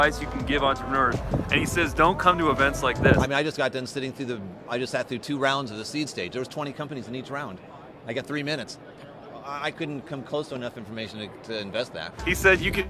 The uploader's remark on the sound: We interviewed the top investors in Silicon Valley and they gave us advice on growing a business at the YoungStartup conference in San Francisco, California.